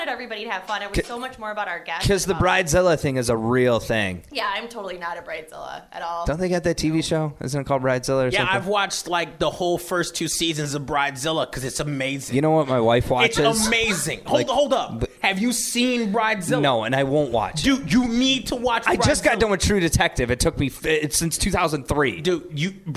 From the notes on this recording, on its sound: This episode was recorded at Cooley Law School Staduim in Lansing.